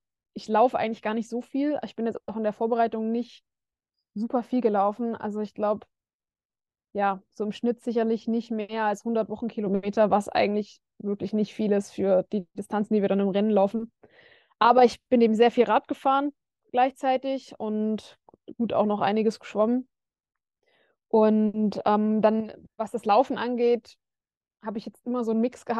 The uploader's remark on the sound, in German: per Videocall